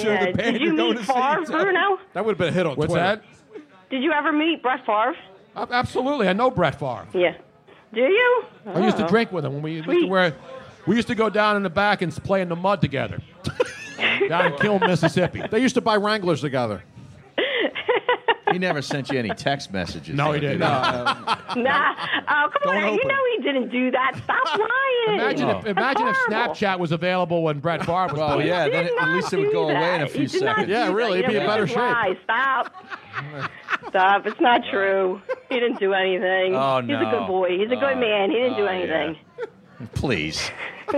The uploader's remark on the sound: LIVE from the Jughandle Inn in Cinnaminson NJ